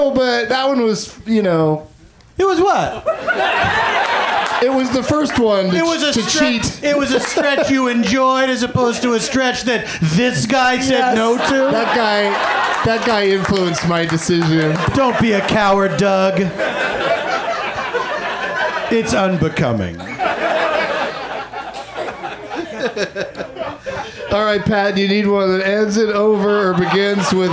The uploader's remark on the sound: Back home at the UCB Franklin